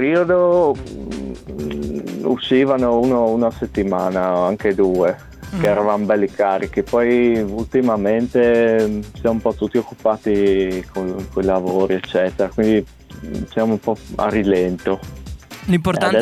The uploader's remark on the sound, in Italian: Nel programma del mattino abbiamo avuto al telefono uno degli admin di Spoken Carnia.